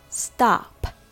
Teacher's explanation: it's pronounced with the vowel ah. Open your mouth a little wider than O.